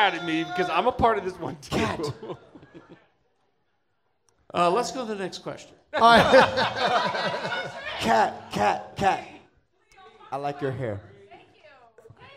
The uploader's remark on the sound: Our 2nd show Recorded Live at 50west club in front of a packed house, last day of SLCC 2016.